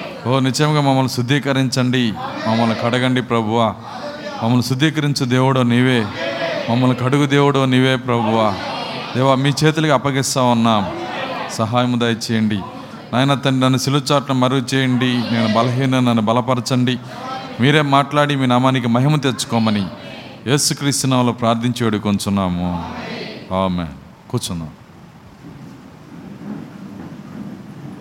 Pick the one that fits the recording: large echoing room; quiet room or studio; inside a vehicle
large echoing room